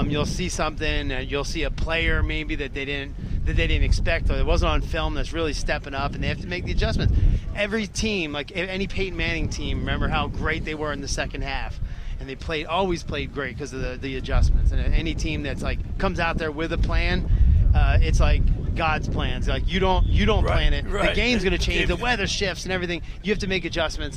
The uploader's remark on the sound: Locker Room Live Broadcast at the Battle at the Beach football Classic in Ocean City NJ. We broadcast Live at the Battle At The Beach High School Football Classic in Ocean City.